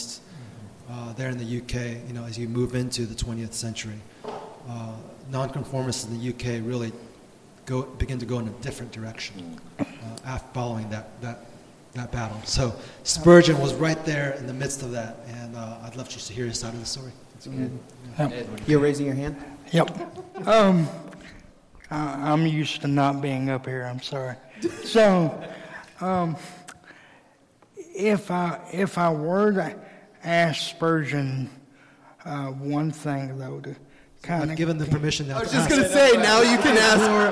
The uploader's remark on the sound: Live Conference Recording. We recorded a live episode on the first night of the conference and here it is!